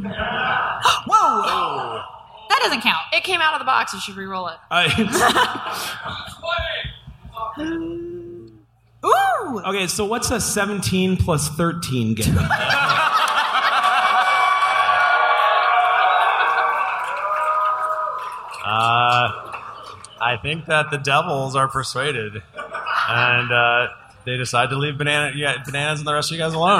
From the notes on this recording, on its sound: GeeklyCon 2017 Liveshow. This episode was recorded live in front of an audience at GeeklyCon 2017!